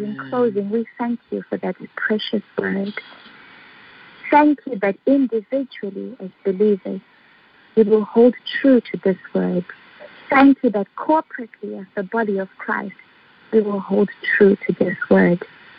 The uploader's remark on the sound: Phone/Internet Prayer Conference Call